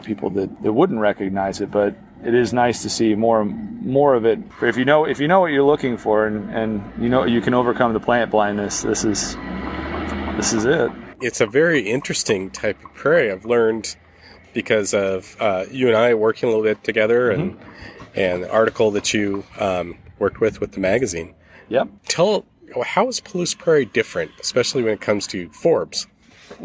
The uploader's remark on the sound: A field trip. As sounds from construction of new buildings surround the area.